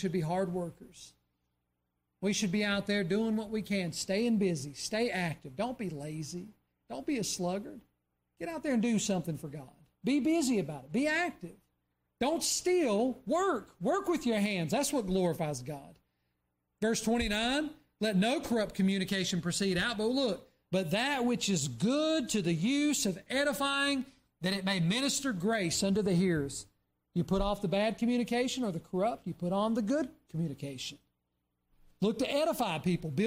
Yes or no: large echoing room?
yes